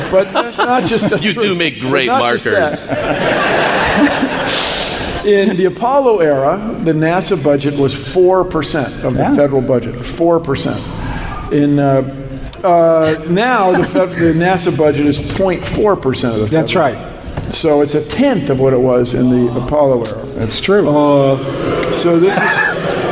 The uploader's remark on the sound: StarTalk Live! from SF Sketchfest 2016. RECORDED LIVE, ADULT LANGUAGE.